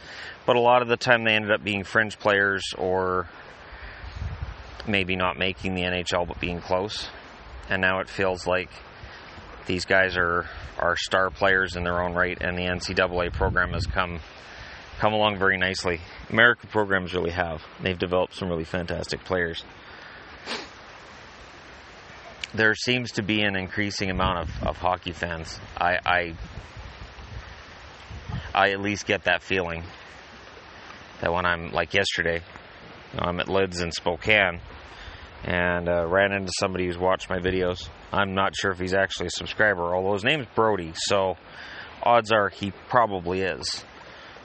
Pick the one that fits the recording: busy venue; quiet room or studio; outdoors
outdoors